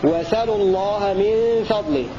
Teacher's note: بتحريك السين بنقل حركة الهمزة إليها وحذف الهمزة